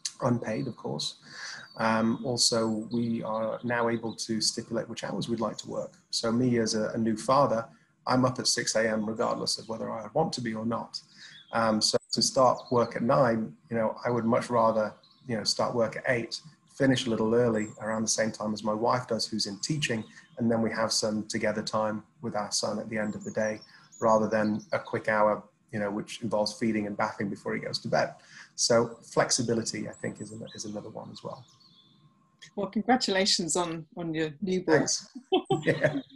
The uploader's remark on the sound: Filmed over Zoom between the UK and Dubai.